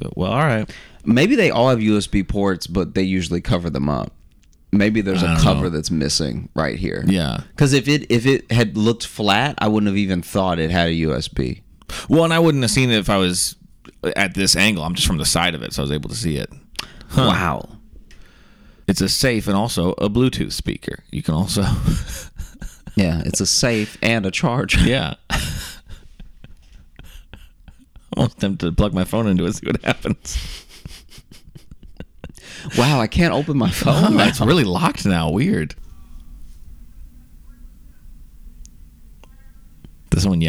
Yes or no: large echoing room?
no